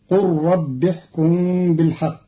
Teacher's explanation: بضم القاف وحذف الألف مع إسكان اللام مدغمة في الراء بعدها وصلا